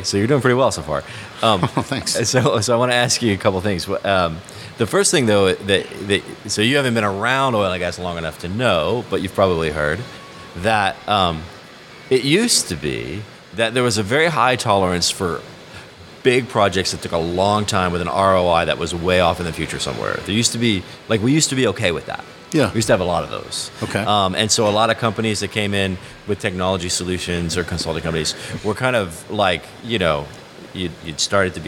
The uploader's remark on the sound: Is on location at the 8th annual IoT conference. Hanging out in the bar.